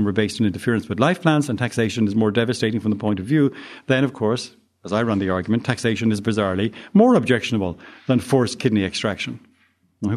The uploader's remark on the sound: Presented at the Austrian Economics Research Conference. Recorded 22 March 2013 at the Ludwig von Mises Institute in Auburn, Alabama.